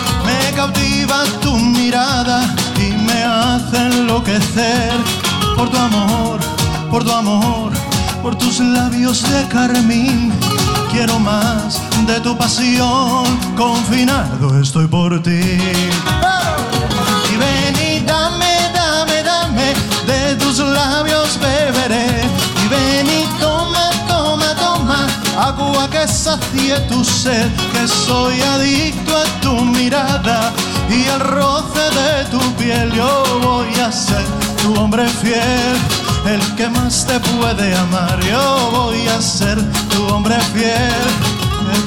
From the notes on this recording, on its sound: Live at the South Point Casino